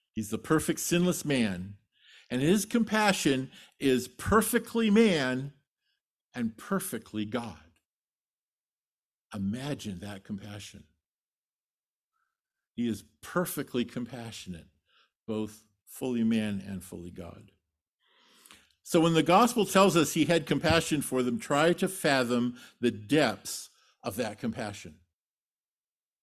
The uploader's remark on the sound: Sermon delivered at Trinity Community Church